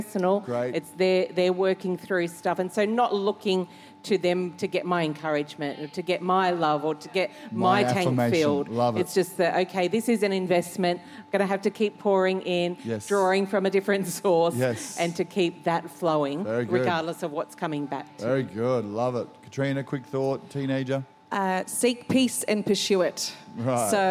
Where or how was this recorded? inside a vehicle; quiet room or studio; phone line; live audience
live audience